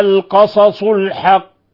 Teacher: قلقلنا القاف قلقلة كبرى لأن القاف مشددة ووقفنا عليها